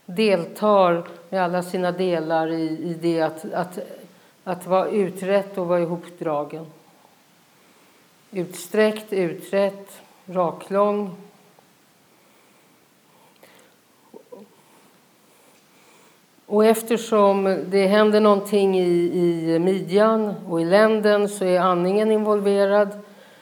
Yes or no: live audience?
yes